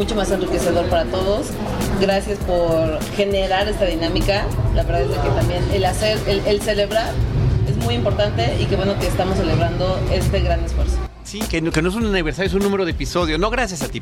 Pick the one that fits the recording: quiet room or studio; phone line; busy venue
busy venue